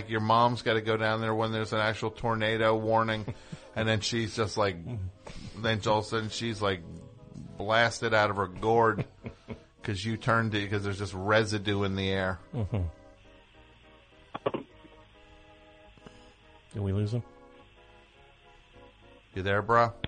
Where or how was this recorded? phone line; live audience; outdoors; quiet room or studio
phone line